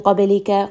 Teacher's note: با is going to have قلقلة has a little bit of that bounce